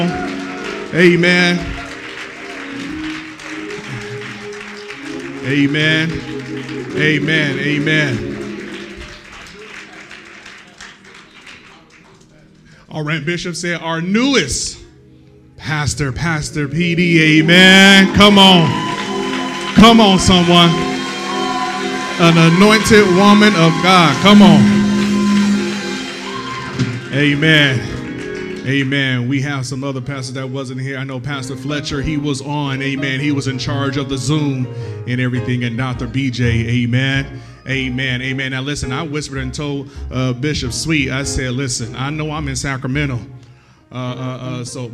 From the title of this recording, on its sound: live-recording